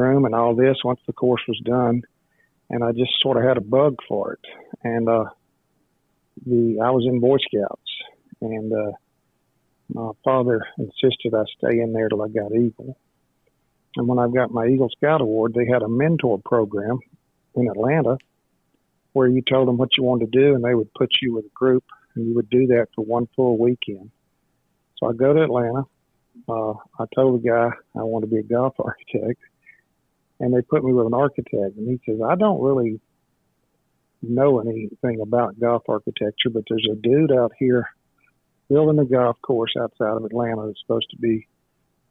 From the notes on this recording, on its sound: This episode also features a phone call